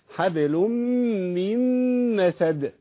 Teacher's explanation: والدال عندي مقلقلة لأنها من حروف القلقلة